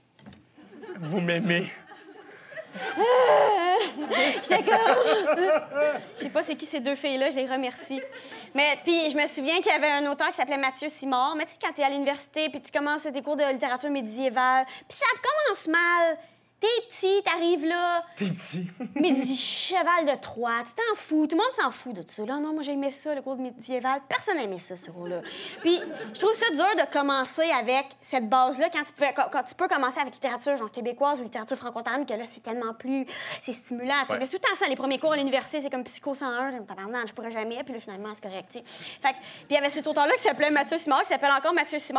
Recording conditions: live audience